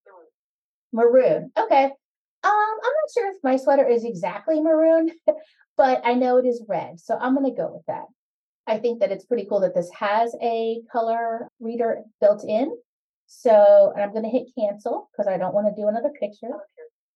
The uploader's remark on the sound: delighted to welcome two presenters to our inaugural Zoom